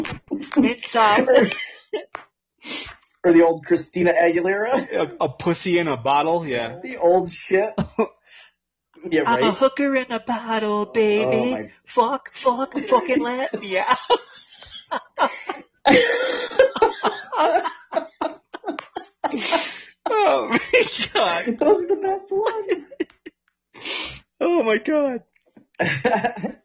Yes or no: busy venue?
no